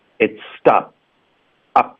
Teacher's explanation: Stop 结尾的 p 音，嘴唇合上导致停顿